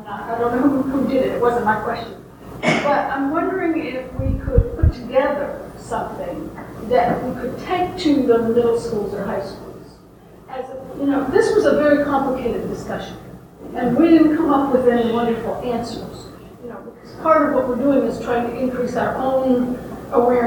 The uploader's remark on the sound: NOTE: This podcast is a bit more noisy than our others, but everything should be discernible. We apologize for the sound quality.